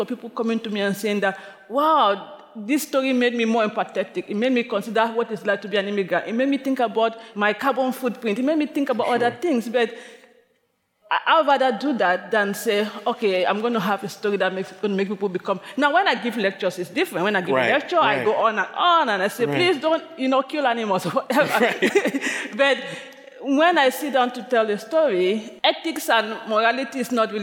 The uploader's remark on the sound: recorded at the 2023 AWP Conference in Seattle, Washington.